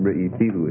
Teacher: So you had ra'isi before, now it becomes ra'ithihu, and the stress has shifted. Ra'ithihu, the stress has shifted down one syllable, and that's going to result in appropriate tonic reduction.